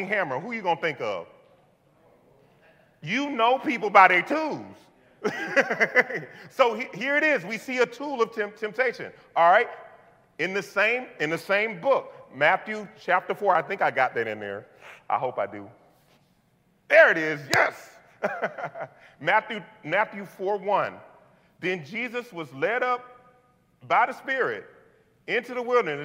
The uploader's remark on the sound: This message was delivered on November 20th 2022 at New City Fellowship: West End in St. Louis, MO.